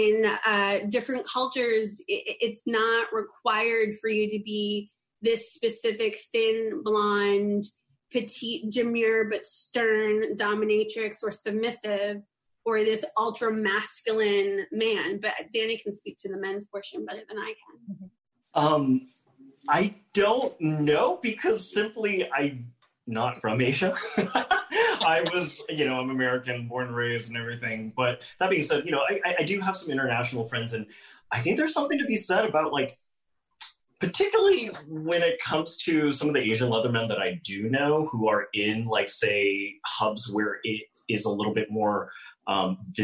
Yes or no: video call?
yes